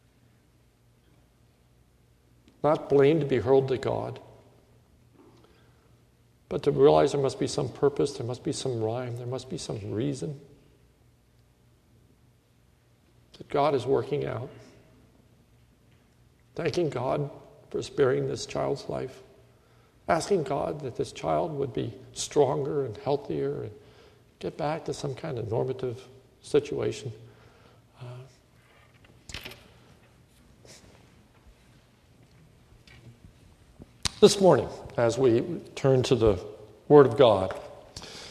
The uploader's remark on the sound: This is a sermon recorded during the evening service at Lebanon Bible Fellowship Church in Lebanon, PA on 7/19/2105